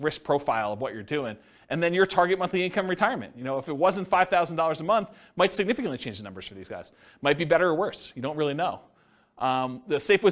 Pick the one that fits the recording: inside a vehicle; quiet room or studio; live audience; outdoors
live audience